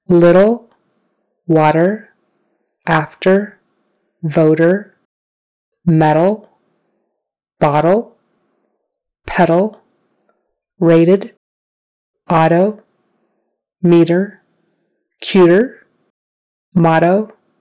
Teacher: that middle T that's very soft tapping kind of sound